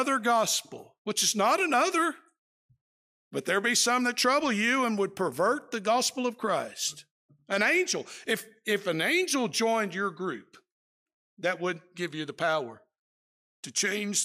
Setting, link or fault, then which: setting, large echoing room